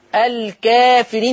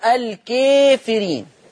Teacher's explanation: الإمالة الكبرى بالضجع نحو الكسرة · Shown in: second take